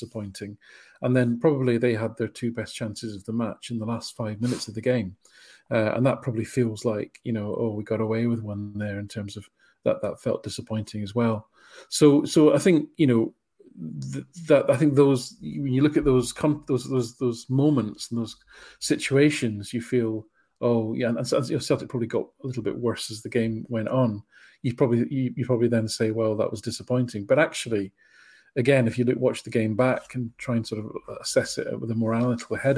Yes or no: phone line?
no